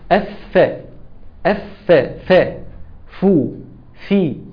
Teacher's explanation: حرف الفاء مخرجه رؤوس الثنايا العليا